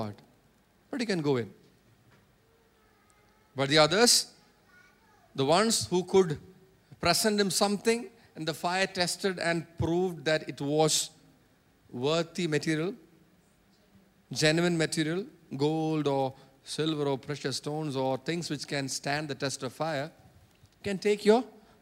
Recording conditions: large echoing room